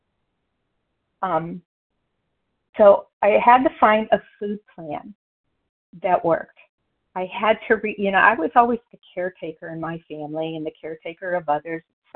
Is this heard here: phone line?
yes